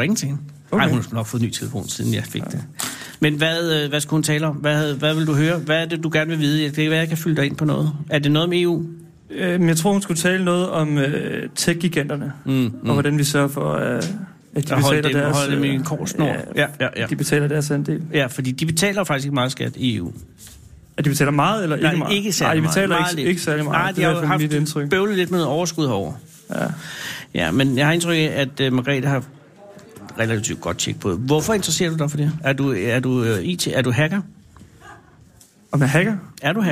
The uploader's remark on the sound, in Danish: Live fra Folkemødet på Bornholm. Mænd og kvinder på gaden.